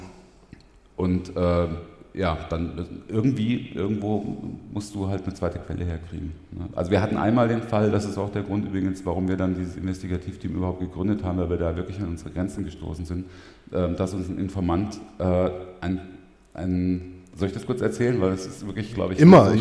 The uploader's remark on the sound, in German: Live vom 36C3